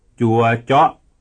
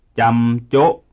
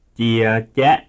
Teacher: Please observe that the second member of each pair ends in a glottal stop.